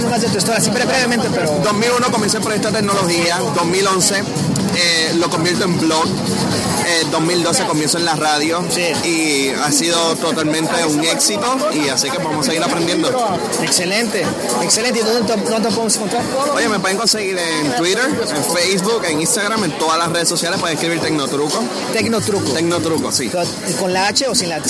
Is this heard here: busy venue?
yes